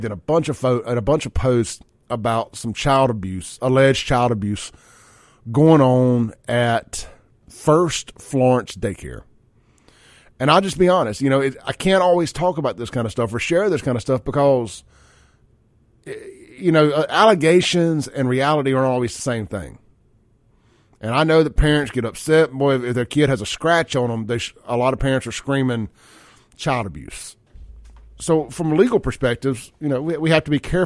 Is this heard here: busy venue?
no